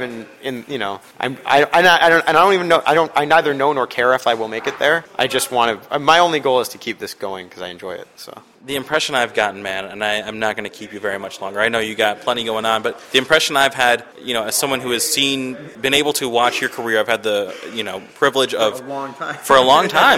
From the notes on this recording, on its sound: In an interview recorded onsite at the Metro prior to the artist’s hometown show this past Friday.